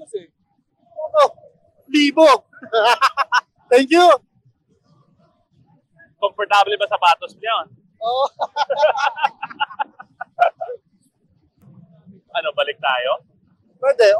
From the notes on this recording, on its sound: Tunay na Rider records live from the Boss Ironman Motorcycle Challenge 2023 at the New Clark City in Tarlac! Some 1,800 riders tackle a 1,200-kilometer route for 24 hours up North.